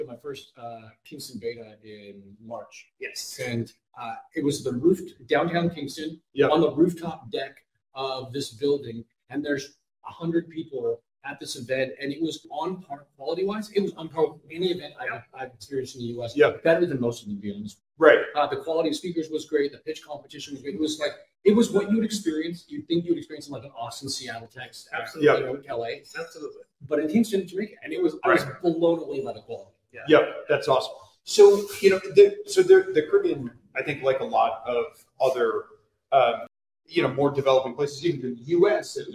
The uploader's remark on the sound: live from Kingston, Jamaica at the Entrepreneurs Across Borders Beyond the Beach Conference